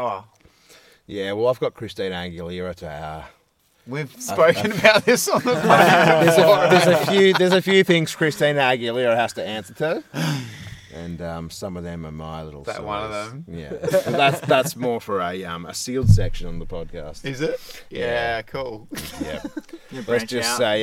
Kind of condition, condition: setting, outdoors